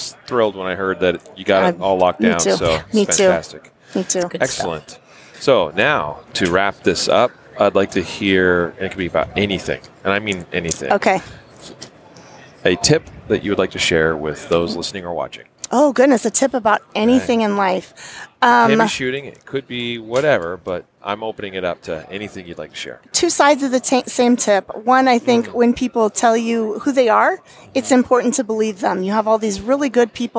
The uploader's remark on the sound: An interview that was recorded on the SHOT Show floor in the HK booth.